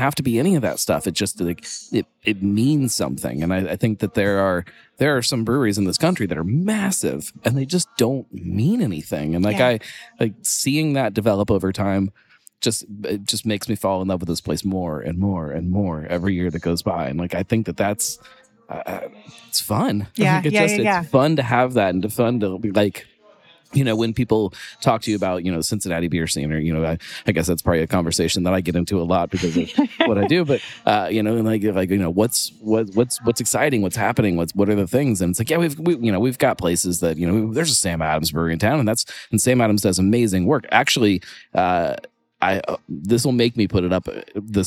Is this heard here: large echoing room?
no